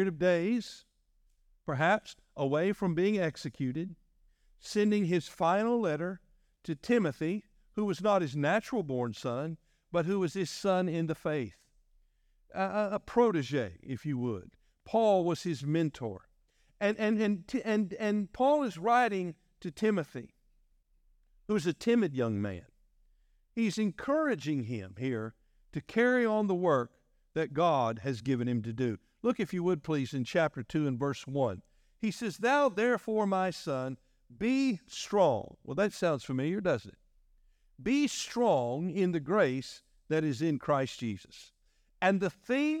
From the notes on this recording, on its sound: was delivered on August 27, 2023 during our morning service.